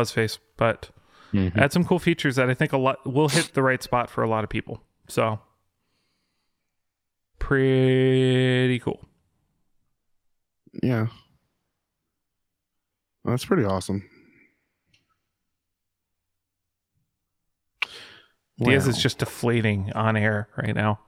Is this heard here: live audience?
no